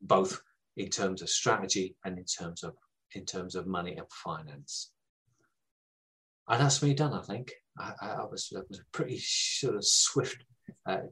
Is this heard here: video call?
yes